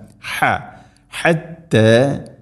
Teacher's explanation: ഹ തൊണ്ടയുടെ മധ്യഭാഗമാണ്, ഹത്ത എന്നല്ല.